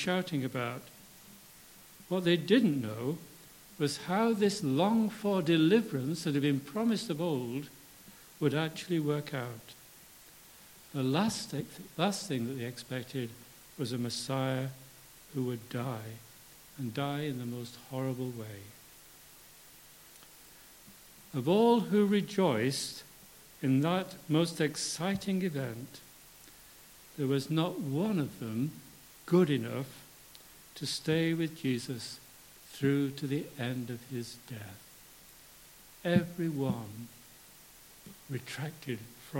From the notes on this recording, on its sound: for our Palm Sunday Communion Service